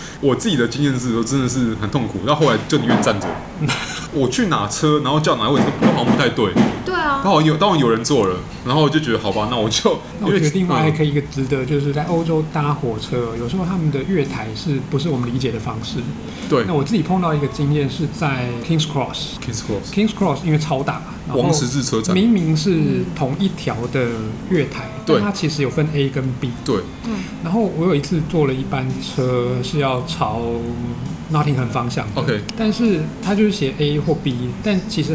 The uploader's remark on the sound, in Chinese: 本集白噪音指數：微風級 2/5。錄音地點： 點亮咖啡。